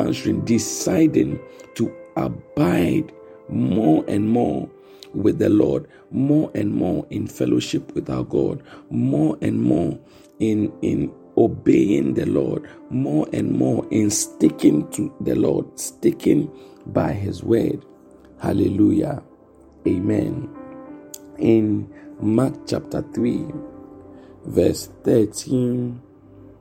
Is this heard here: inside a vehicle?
no